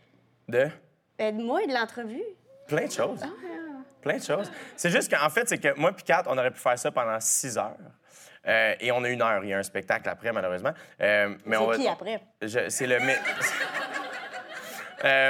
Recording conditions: live audience